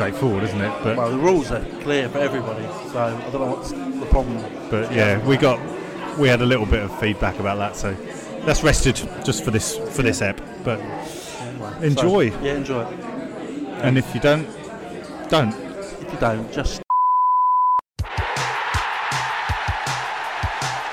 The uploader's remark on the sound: This episode was recorded in front of a live studio audience (sort of).